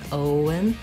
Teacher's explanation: Make sure you hold the O nice and long. And then the letters EN say the schwa sound, and the N, un